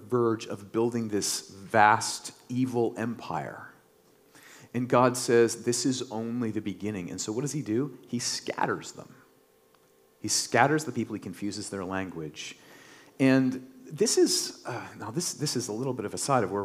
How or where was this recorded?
large echoing room